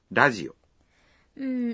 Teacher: Hay từ radio là đài phát thanh thì thành ラジオ. Âm R phát âm nhẹ nghe như là L đúng không ạ?